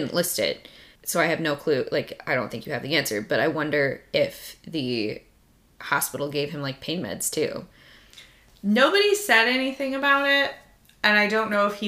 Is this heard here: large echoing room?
no